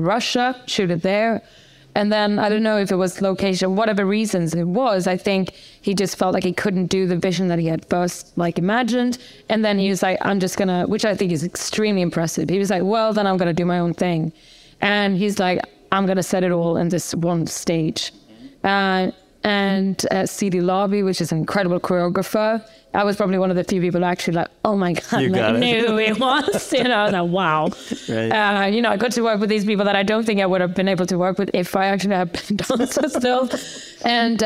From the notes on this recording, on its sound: LIVE. In front of an audience in the Campari Lounge at the Cannes Film Festival.